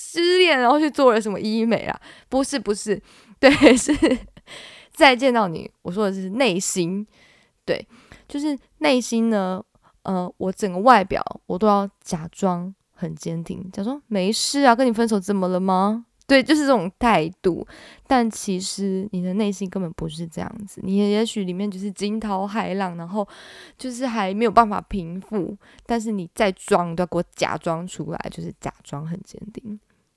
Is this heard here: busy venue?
no